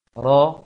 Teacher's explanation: bibir memang tidak membulat dan juga tidak menyok, tapi menghasilkan bunyi O, ro, ro. Maka ketika huruf ini sukun, mulut bulat seperti itu, atau mulut berbentuk seperti ingin mengucapkan ro yang fathah.